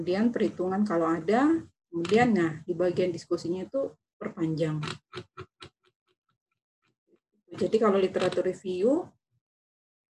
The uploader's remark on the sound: Zoom meeting.